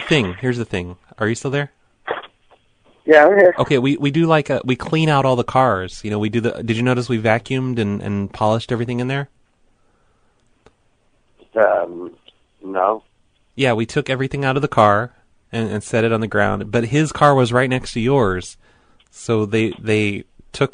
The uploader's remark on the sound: Prank Phone Calls.